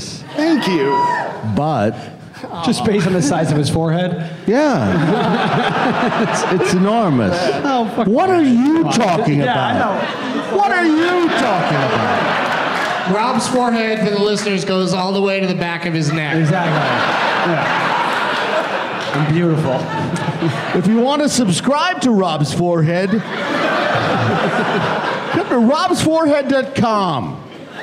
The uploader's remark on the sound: Live from the Helium Comedy Club in Buffalo.